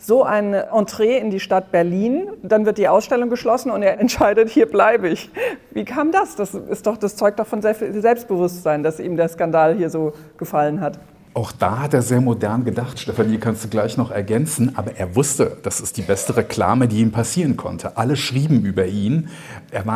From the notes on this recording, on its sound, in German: Der Podcast wurde live mit Publikum in der Berlinischen Galerie aufgezeichnet.